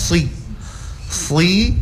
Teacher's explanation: Huruf sad dia walaupun dia harakah kasra tetap dinaikkan pangkal lidah. Sui. Sui bukan juga suibe.